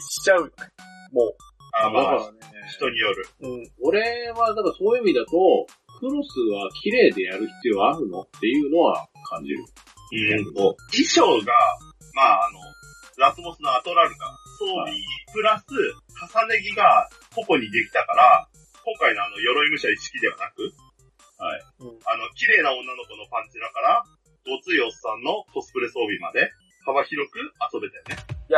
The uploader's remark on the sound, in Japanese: 今回もスカイプ収録となっております。一部音質が悪かったりもしますがご容赦ください。